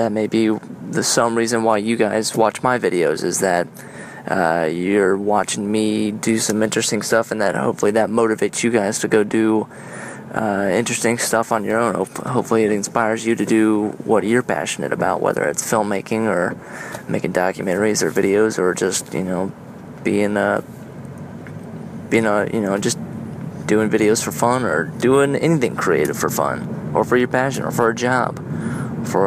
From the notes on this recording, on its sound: On my commute home, I used my iPhone to record a few thoughts that are milling around in my head. IPhone 6.